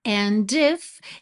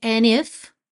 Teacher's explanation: ao invés de cantar and if, ele preferiu juntar pelo N · Shown in: second take · and if. Both ways are correct, ok?